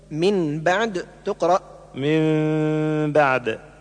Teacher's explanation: ثالثا الإقلاب: ألف هو في اللغة تحويل الشيء عن وجهه، وفي الاصطلاح جعل النون الساكنة أو التنوين ميما مخفاة بغنة عند الباء، والباء هو حرفه الوحيد.